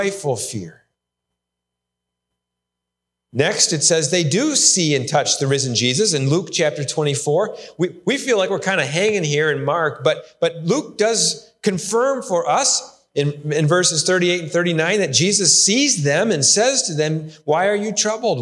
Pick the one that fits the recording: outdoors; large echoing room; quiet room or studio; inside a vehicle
large echoing room